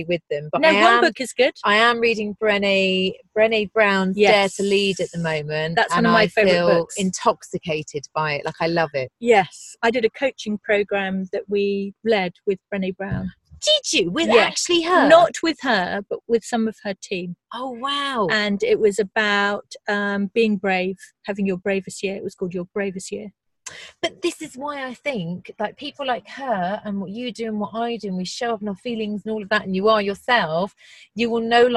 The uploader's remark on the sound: We were going to record outside but the weather was challenging, so my car became the studio. Listen out for sea-gulls, torrential rain, brighton buses.